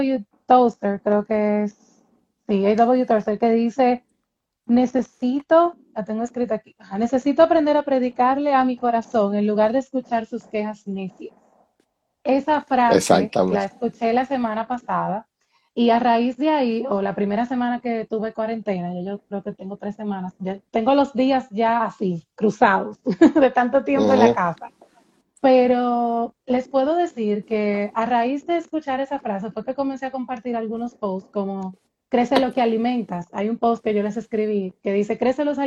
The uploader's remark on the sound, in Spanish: Una conversación MUY REAL sacada de un en vivo en Instagram